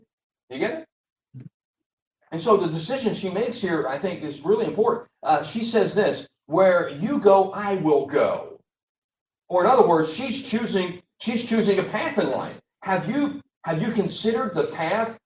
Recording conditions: poor sound quality